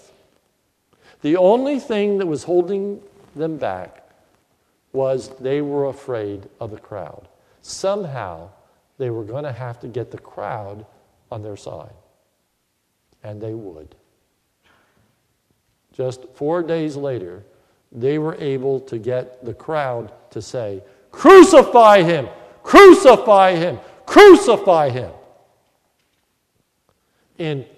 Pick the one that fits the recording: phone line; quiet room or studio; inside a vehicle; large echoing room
large echoing room